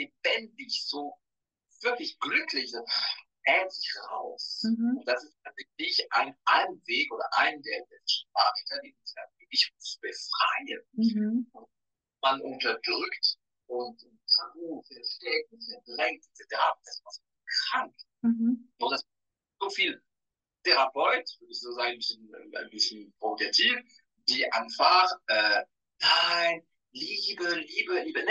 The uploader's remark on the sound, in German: Live auf Instagram sprachen wir über die Inhalte